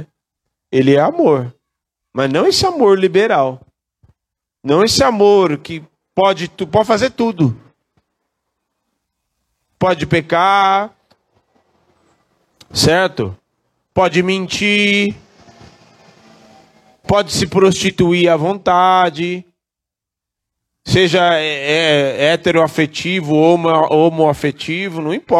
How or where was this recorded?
large echoing room